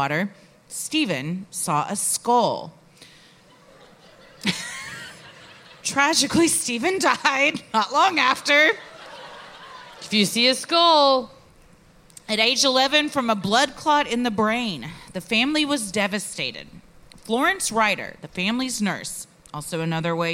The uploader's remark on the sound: Recorded live at Theatre for Living Arts in Philadelphia, PA.